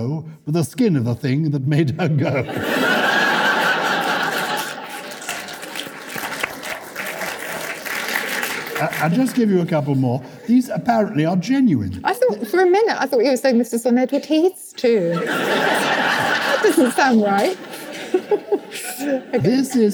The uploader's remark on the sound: We are live and direct from Salisbury Playhouse!